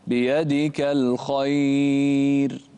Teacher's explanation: فخم الخاء ورقق الراء.